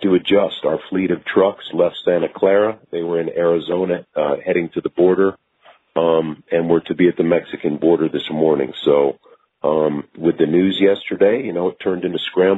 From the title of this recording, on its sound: MNF Conference Call